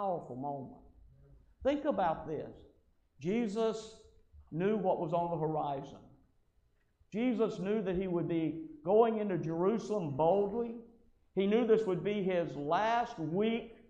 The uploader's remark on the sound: Podcast Recorded Live From The Worship Services Of The Stanton First Church of God in Stanton, Kentucky.